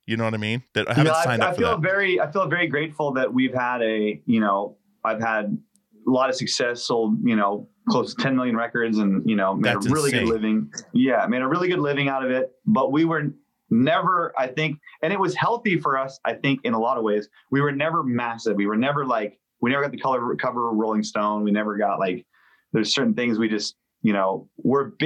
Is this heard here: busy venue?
no